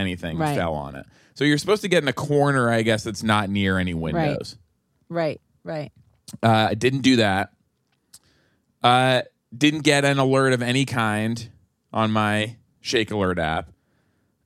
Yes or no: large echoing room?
no